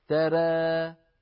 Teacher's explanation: ترى الألف الممالة إمالة صغرى على رواية ورش، را أ وليس إي.